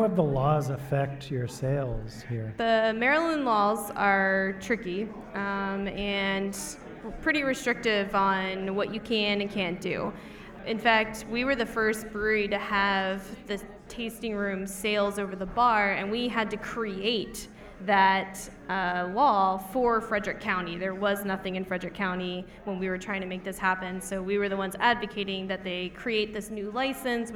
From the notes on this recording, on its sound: Flying Dog Brewery LIVE! Visit Flying Dog Brewery in Frederick, Maryland.